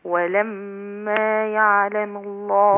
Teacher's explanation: اللام هنا مرققه لام لفظ الجلاله